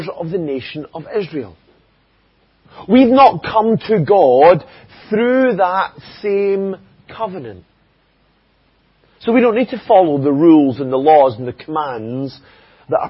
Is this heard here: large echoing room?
yes